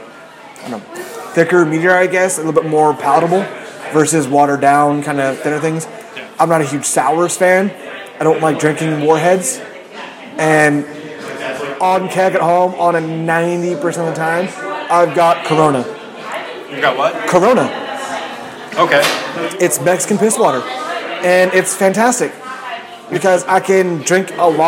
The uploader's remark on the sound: record live in Claimstake Brewery